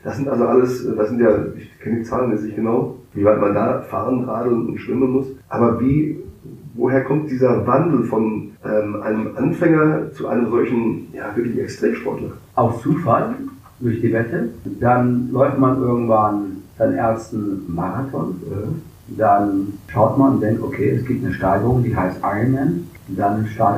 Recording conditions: poor sound quality